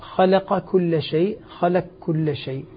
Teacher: إذن أدغم القاف في الكاف في كلمتين. وإدغام القاف في الكاف مثل قولي خلق كل شيء